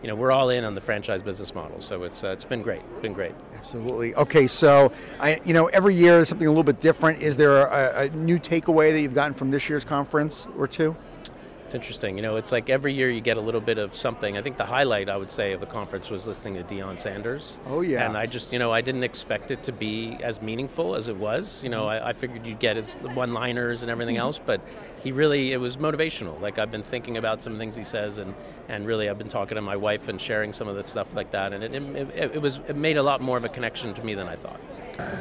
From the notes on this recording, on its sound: LIVE Day 3 from the IFA 2024 National Convention in Phoenix, AZ. Directly from the convention floor.